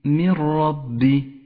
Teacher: بعد ذلك تأمل الإدغام بلا غنة عند قوله تعالى من ربي. من ربي، النون الساكنة وبعدها حرف الراء إدغام بلا غنة، تسقط النون من اللفظ ولذلك هي رمادية وتشدد الراء التي بعدها من ربي.